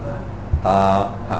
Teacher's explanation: But it's not another vowel. You add in the a to make the visarga heard. If you don't add in the a, then you can't hear it.